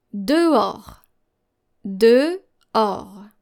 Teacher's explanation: So you don't hear the H sound here.